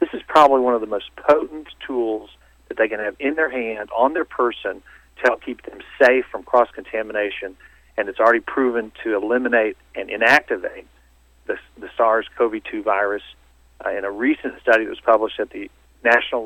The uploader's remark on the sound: called in to SmallCapVoice